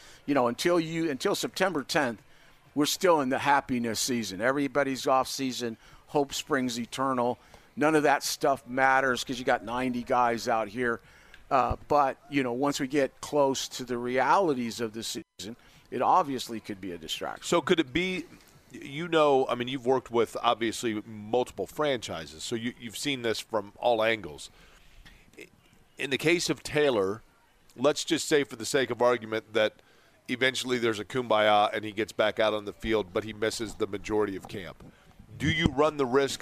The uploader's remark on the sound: joins us live at Colts camp!